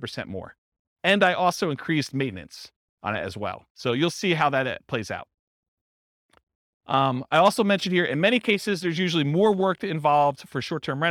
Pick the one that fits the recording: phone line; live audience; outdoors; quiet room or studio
live audience